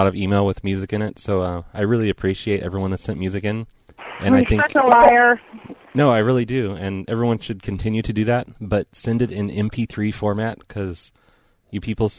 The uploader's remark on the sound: Prank Phone Calls